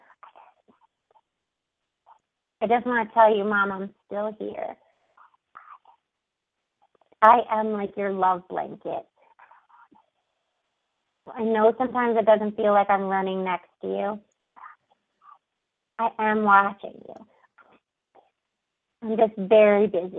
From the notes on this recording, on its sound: Open up the lines for listeners to call.